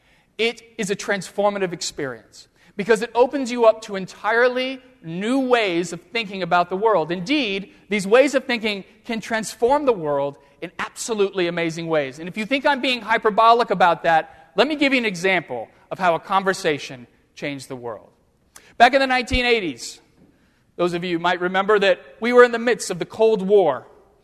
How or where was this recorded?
large echoing room